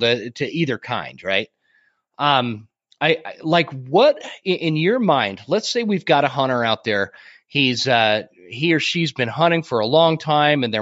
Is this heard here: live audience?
no